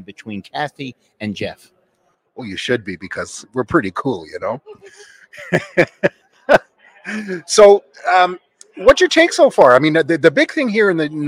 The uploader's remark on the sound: at Driving Sales LIVE in person at the Driving Sales Event in Las Vegas